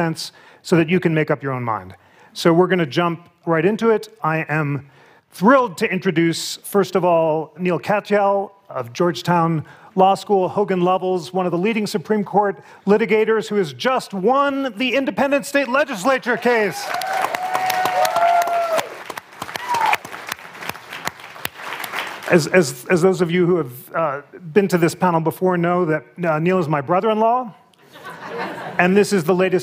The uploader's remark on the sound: Live from the Aspen Ideas Festival